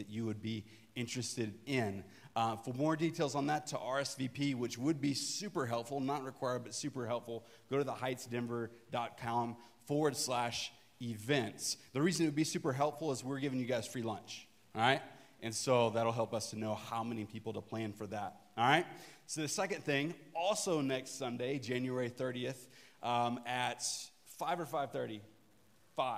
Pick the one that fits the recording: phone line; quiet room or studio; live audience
live audience